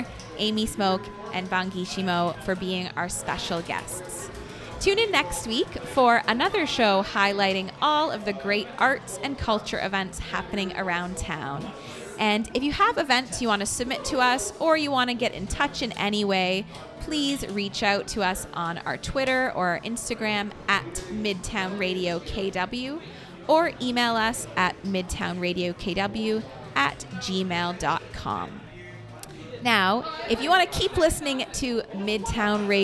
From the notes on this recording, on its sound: ON THE SCENE. Broadcasts live from AOK Game Bar, one of Downtown Kitchener's most fun and unique spaces.